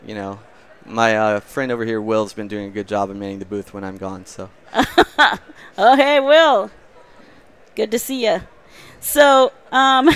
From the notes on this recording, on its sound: As they go live from the Advanced Advertising Theater on the event floor.